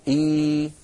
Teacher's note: كذلك لا يقول العربي إ، فإن وجد ذلك في كلامه أبدل الهمزة الساكنة ياء مجانسة لكسرة الهمزة الأولى فيصير النطق إي.